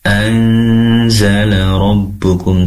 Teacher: di sini ada nun sukun bertemu dengan zai, tentunya ikhfa. Ada dengung di sana. Tadi kurang lama durasi dengungnya ya, perlu ditambah lagi durasinya menjadi Anzala Rabbukum tadi.